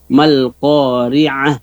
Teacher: jadi perlu diperhatikan di sini huruf ainnya, Al-Qari'ah, ya, di tengah tenggorokan.